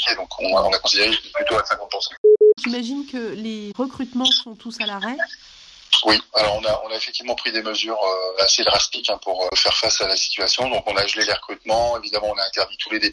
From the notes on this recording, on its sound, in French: Nous avons joint par téléphone.